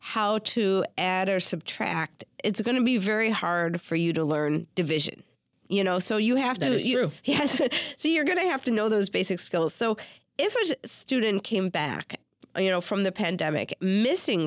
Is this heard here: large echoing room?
no